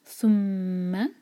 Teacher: یہاں میم پر شدہ ہے. میم پر شدہ جب ہوتا ہے تو ہمیں غنہ کرنا ہوتا ہے اور دو سیکنڈز کے لیے میم کو ہولڈ کرنا ہوگا. ثم ما ایک حرکہ اور یہ سا ہے، اس کو سین کی آواز کی طرح نہیں پڑھنا ہے.